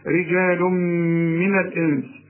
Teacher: رجال تنوين بعد ميم، الميم من حروف الإدغام غن هنا